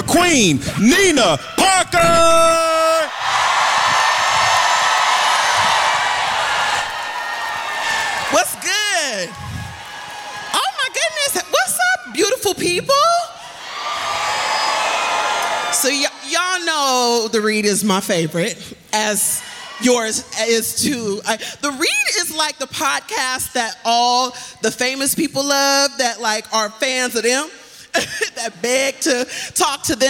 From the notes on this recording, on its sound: 10 Year Anniversary Live Show. Live Show from The Beacon Theatre NYC.